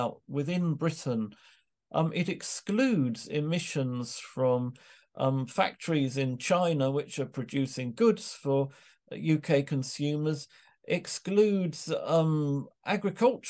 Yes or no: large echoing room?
no